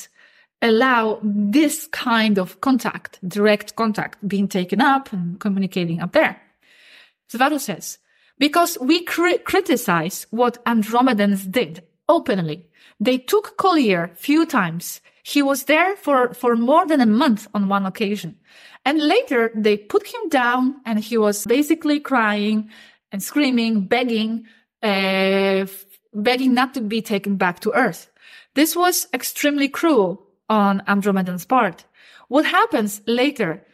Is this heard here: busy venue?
no